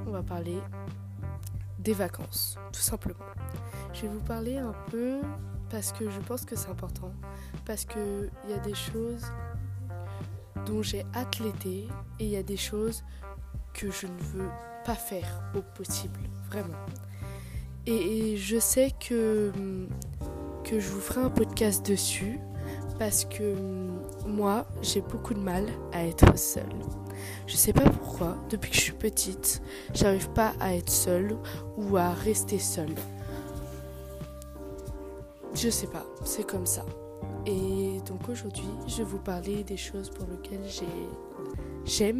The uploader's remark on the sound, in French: Désolé pour le bruit du vent derrière